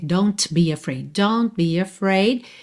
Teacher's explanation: Aqui você não vai ouvir esse T de don't, tá? Não precisa se esforçar para fazê-lo aparecer.